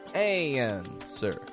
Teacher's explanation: we stretch the an sound right out, using the American twang if you want to use the American accent